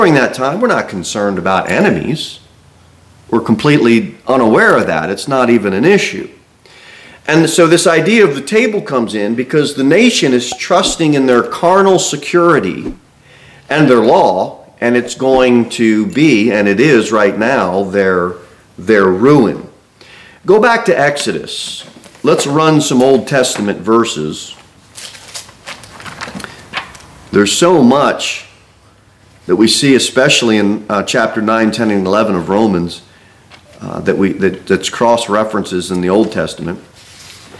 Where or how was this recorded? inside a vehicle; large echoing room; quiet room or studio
large echoing room